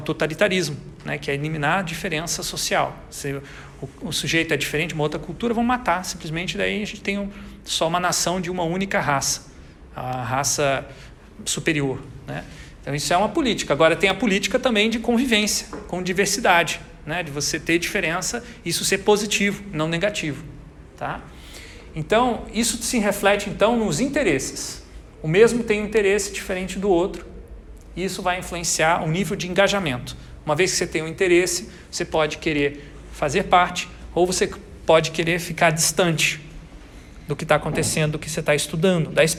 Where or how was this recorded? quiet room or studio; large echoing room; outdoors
large echoing room